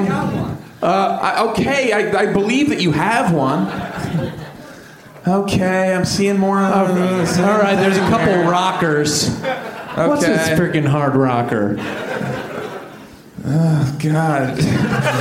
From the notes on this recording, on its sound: Live from Onionfest. Doing a live show in Chicago City.